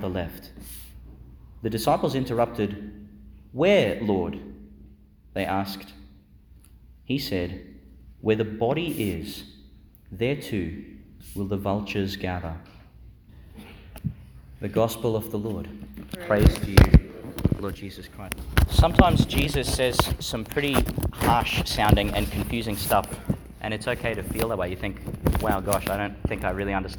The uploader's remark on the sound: With some of the St John the Baptist Primary School community, delivered in Our Lady Star of the Sea Church, Gladstone, Qld.